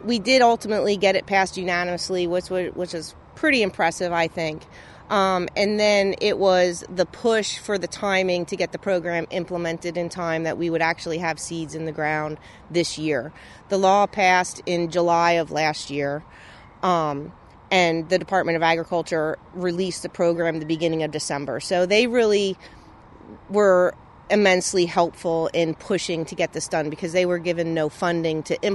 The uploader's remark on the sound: On location in Bethlehem Pa Industrial Hemp Field